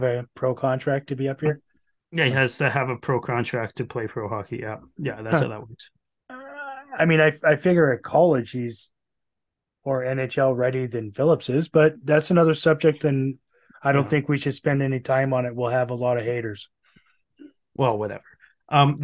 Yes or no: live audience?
no